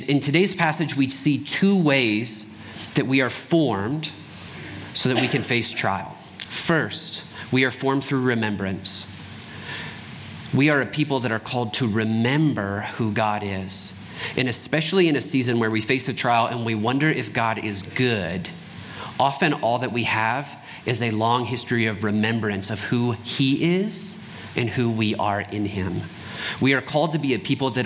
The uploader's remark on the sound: Trinity Anglican Church Littleton, CO